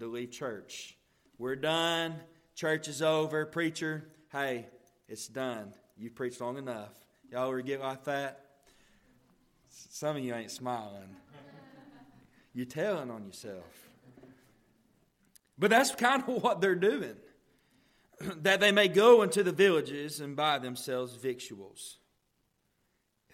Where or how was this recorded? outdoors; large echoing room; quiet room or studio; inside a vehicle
large echoing room